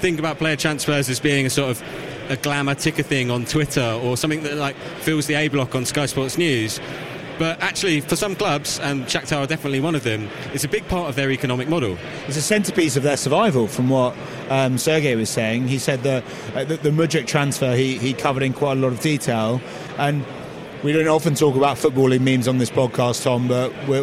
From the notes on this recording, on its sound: On the floor at SportsPro Live 2023. This week SportsPro took over the Kia Ova to stage SportsPro Live 2023. Capture the sights and sounds of the two-day event in London.